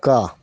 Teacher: सबसे पहले होगा क वर्ग, ये कंठ से उच्चारण होता है